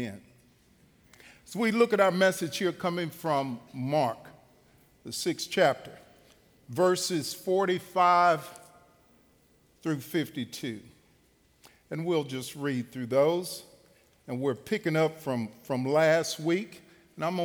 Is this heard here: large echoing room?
yes